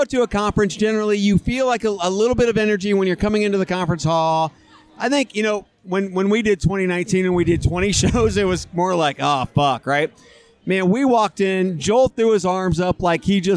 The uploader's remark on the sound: Vegas, baby! Live from the Lobby Bar!